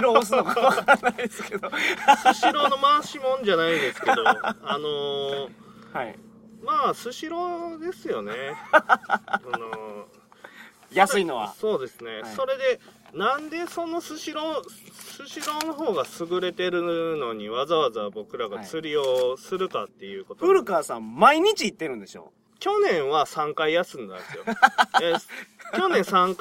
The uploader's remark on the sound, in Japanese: 高知県土佐市宇佐の中堤防で釣りをしながらの収録です。